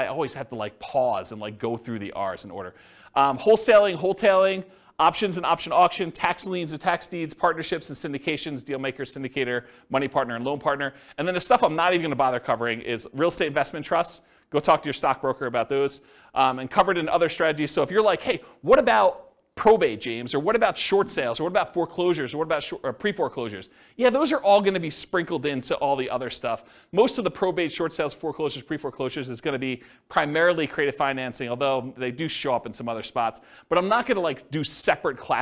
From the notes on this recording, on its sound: This was a live class recorded